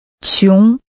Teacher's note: Using a rising tone